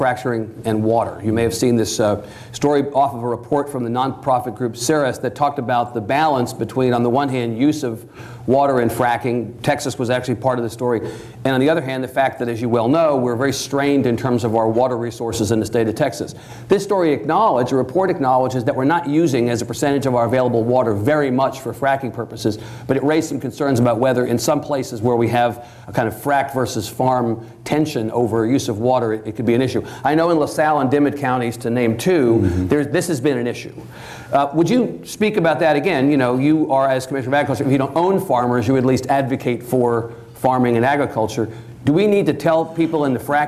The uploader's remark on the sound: This event was recorded before a live audience in Austin. Our TribLive events feature discussion with our honored guests followed by questions from the audience.